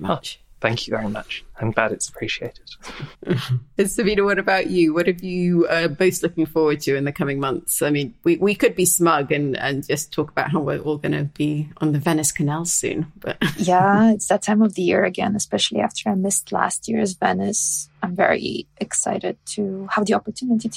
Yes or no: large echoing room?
no